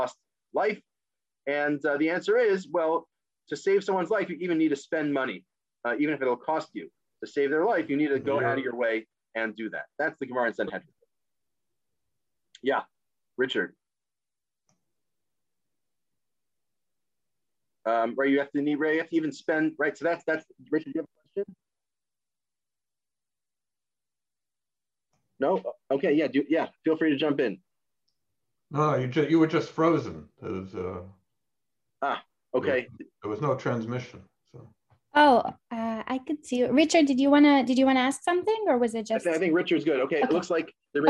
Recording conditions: video call